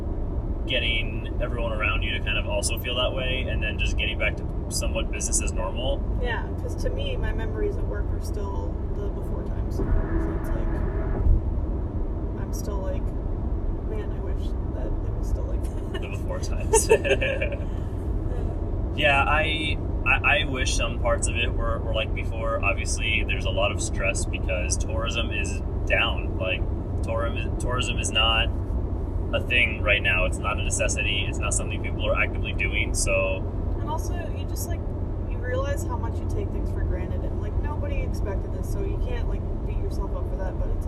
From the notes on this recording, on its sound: while we drive in the car